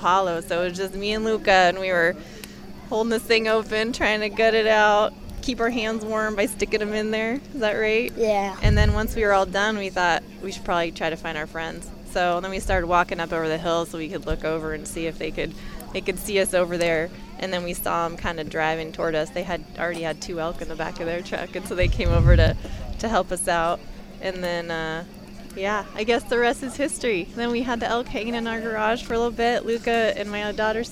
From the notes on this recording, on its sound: live from the 2022 BHA Rendezvous